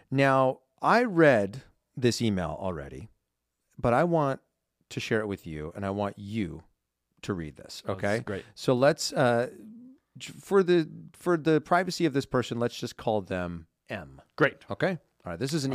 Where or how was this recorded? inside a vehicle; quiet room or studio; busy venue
quiet room or studio